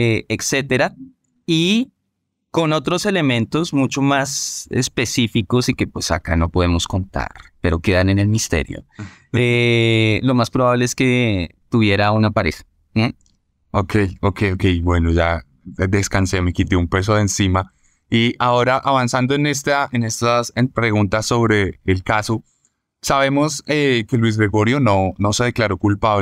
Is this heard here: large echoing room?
no